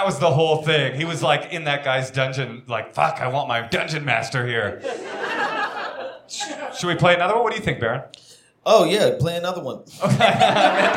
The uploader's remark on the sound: Live From the High Plains Comedy Festival